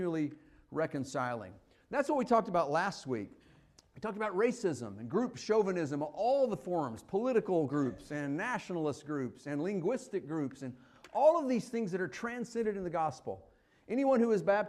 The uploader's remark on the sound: Fuquay-Varina church of Christ sermon audio